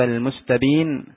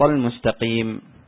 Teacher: النون مع الميم بينهما تقارب واشتراك وارتباط في بعض الأشياء، منها الغنة مثلا، وتقارب نوع تقارب في المخرج